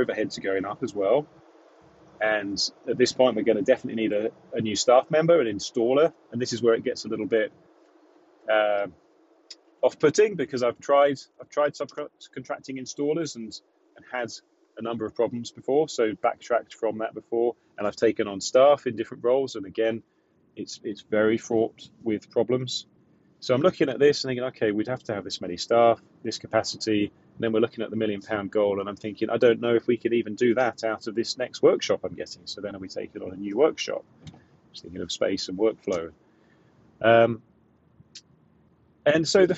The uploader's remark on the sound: Chats from the van. I'm experimenting with these off the cuff monologues recorded in the van when I'm on my way home from installations or quotes.